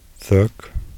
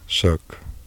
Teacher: interdental fricative and superdental fricative.